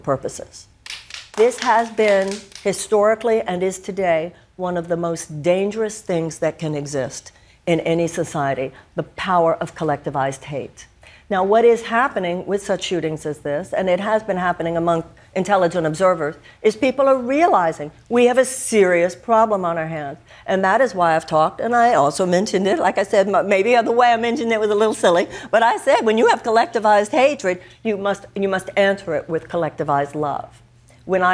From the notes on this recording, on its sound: Takes Questions from The Daily Show Audience. Answers audience members’ questions.